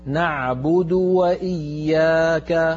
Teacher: انتبهي إلى الواو من كلمة وإياك أن تكون مضمومة